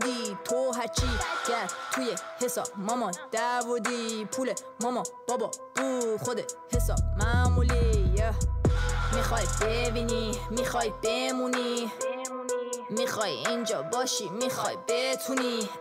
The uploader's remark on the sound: In Sydney for the first time. In conversation on the site of the 4Elements Hip Hop Festival in Bankstown.